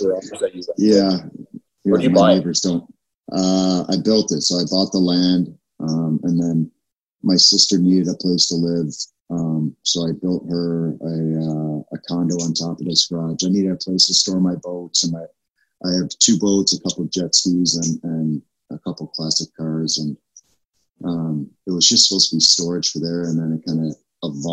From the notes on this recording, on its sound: despite some technical recording issues